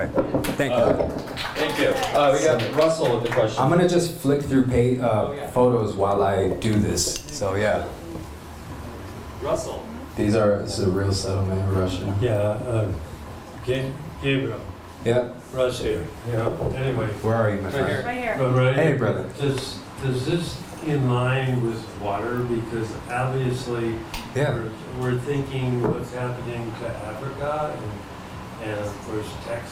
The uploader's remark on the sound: delivered an inspiring presentation at the Music and Sky: Soul Family Gathering event